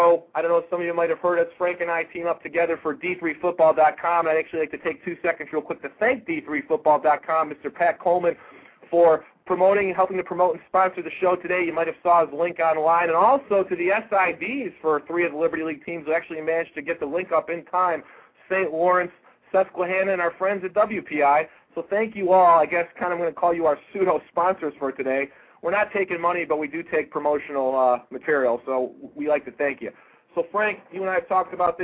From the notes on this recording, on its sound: weekly call in show